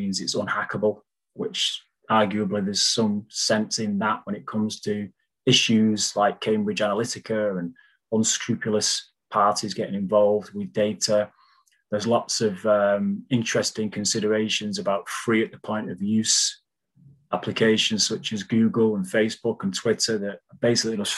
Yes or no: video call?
yes